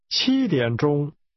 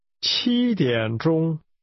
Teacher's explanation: 7 is pronounced with a high level tone